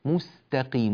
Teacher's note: اهدنا الصراط المستقيم، المستقيم رقيق التاء